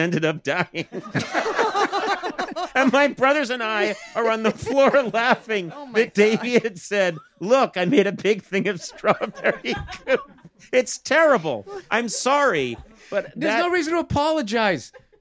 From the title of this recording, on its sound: Live from the SiriusXM Garage